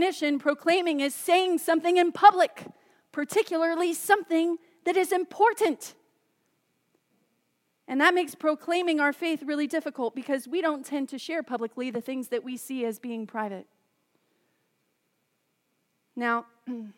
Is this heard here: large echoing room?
yes